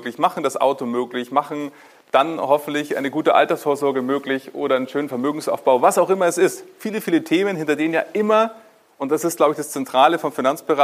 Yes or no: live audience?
yes